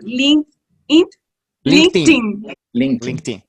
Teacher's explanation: ED que viene pegada se pronuncia como una T después de la K en inglés. Entonces esa partecita se dice linked y luego lo pega uno con el in, entonces suena LinkedIn.